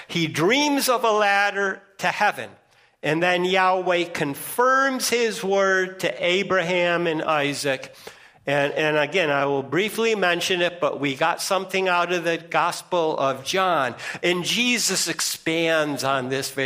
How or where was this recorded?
large echoing room